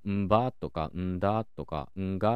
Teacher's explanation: 濁音も現代日本語とは違って一度鼻に抜ける全鼻音破裂音だったと考えられてるんですねだから「んば」とか「んだ」とか「んが」っていうふうに発音されていたと考えられていますこういうふうに、まあ、奈良時代の日本語っていうのは現代語はもちろんですけど古文とも全然違う体系を持っていて特に音の面では「母音にしろ芯にしろそれ独自の特徴を持っていたんですね。というわけで今回のトークは古文より前の時代のね日本語についてのお話でした。最後まで聞いてくださってありがとうございました。